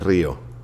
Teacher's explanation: my R's are too rounded, heavy, and slow. They should bounce more nimbly from my mouth, like salsa steps, such as when I said, it's actually a río.